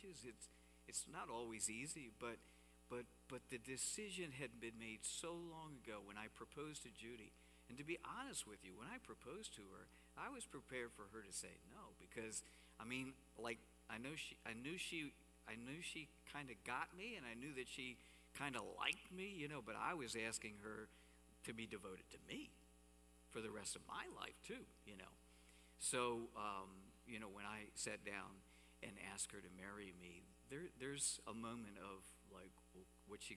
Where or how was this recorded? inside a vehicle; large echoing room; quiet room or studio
large echoing room